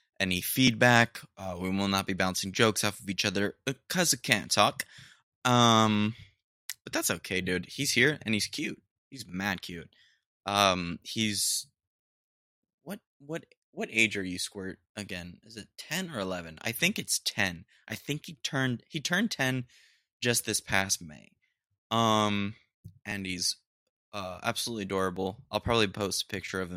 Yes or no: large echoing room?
no